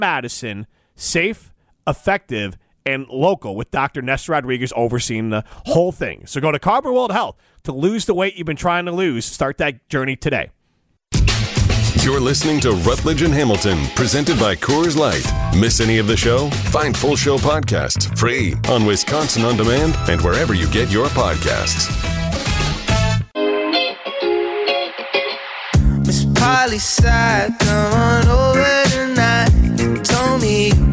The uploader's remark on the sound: live from Lake Windsor Country Club